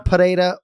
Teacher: You roll the R